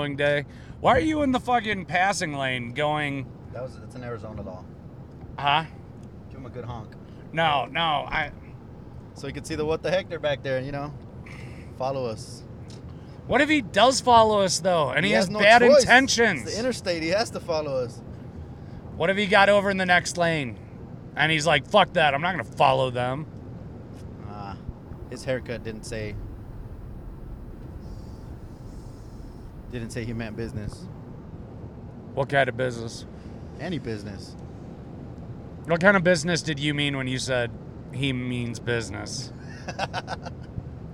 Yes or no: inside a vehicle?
yes